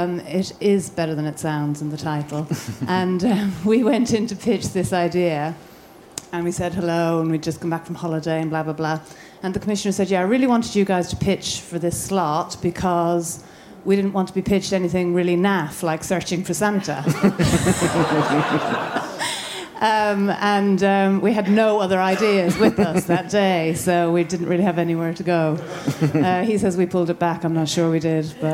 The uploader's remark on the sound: bonus episode from the Guardian Edinburgh International Television Festival